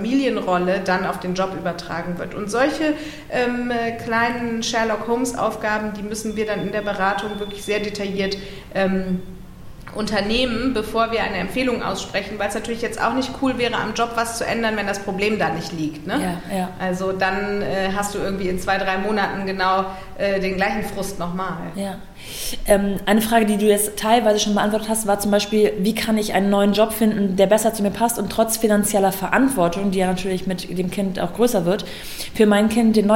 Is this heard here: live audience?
yes